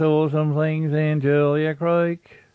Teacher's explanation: the way they talk, you know, they're really flat vowels